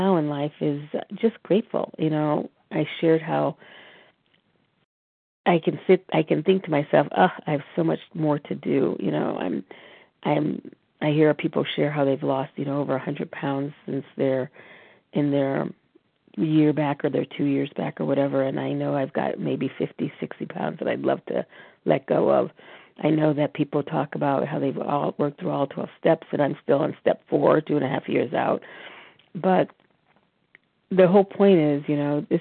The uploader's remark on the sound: from the 100 Pounders Phone Meeting